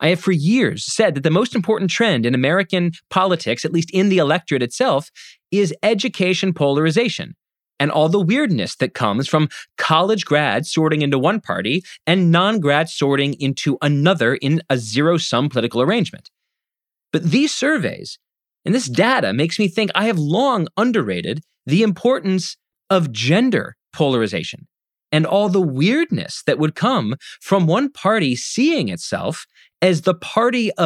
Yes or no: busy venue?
no